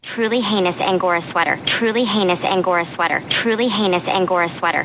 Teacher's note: if you pay close attention to the words sweater and disturbed, you'll really hear the creak